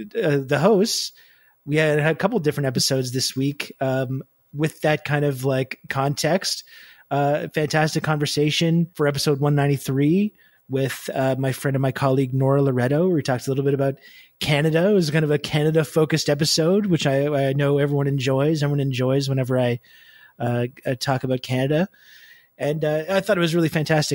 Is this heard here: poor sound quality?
no